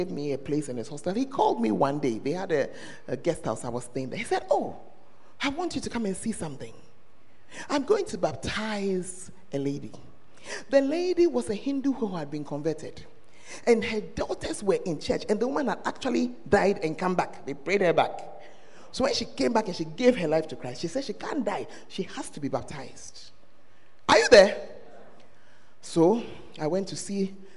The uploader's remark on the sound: Preached at the First Love Center, Ayeduase